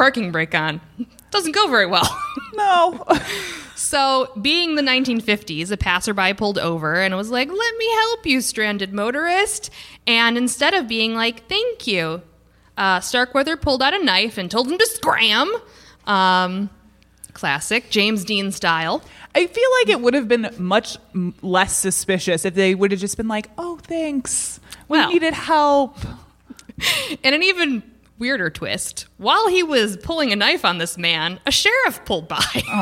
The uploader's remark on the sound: This week we bring you The Bad Taste Crime Podcast Live from Dark Matters! A special thank you to Side Street Studio Arts and Ghostly Podcast for this great event!